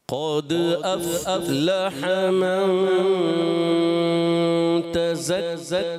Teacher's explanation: افلح فا کو ہلانا نہیں